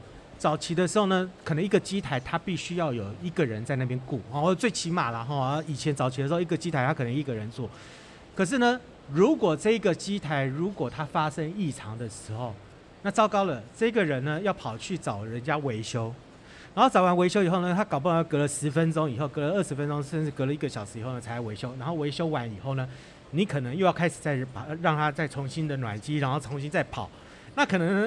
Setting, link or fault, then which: setting, busy venue